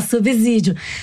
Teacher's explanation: Como o segundo S não está entre vogais, o som não é de Z, que eu acabei de falar, subsídio. Não é de Z como em asa, mas de S como em aça. Ou seja, não é som vozeado, é um som sibilante.